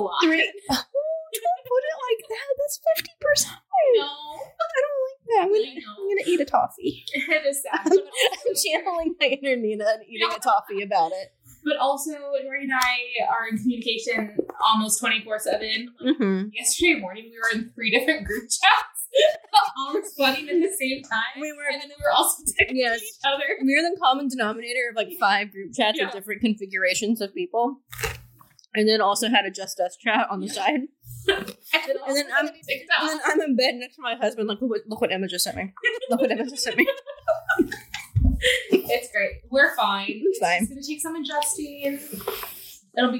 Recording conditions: echo